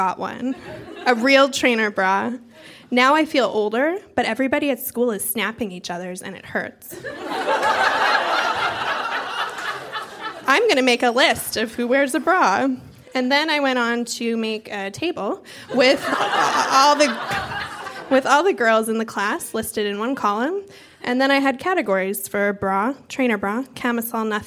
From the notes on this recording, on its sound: Recorded live at TWH Social in Kitchener.